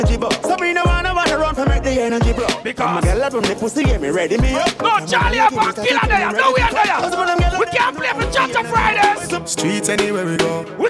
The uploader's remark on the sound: LIVE AT CHACHA FRIDAYZ 8TH APRIL 2022